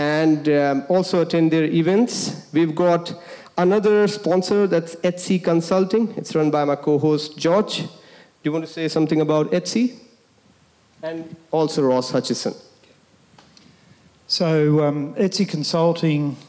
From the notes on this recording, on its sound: LIVE Panel Discussion. Our first ever in-person event.